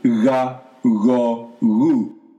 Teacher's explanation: When gamma is before the vowel sounds A, O, U, it becomes a clear G sound